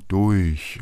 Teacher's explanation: Dieses R weicht das U auf, was eigentlich ein dunkler Vokal ist. Und deswegen sagen wir ein weiches CH durch und kein durch.